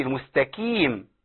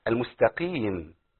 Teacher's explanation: كل القاف المكسوره اللي بعدها ياء ضعيفه جدا في ادنى مراتب التفخيم · Shown in: second take · يعني بتعامل مع قاف ضعيفه جدا بس ما وصلهاش لكاف.